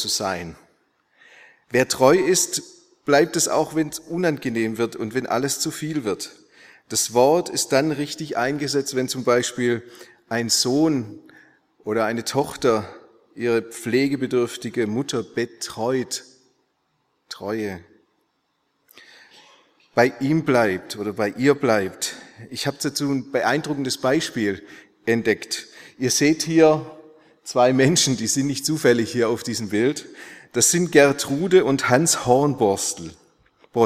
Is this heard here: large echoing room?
yes